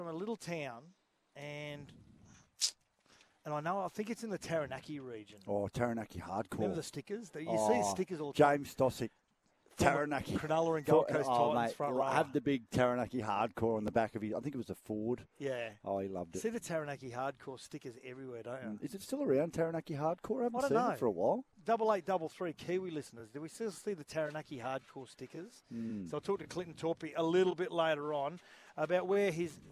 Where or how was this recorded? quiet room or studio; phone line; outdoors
outdoors